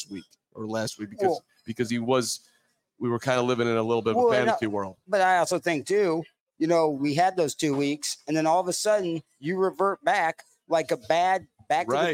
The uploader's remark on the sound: LIVE from Wings and Rings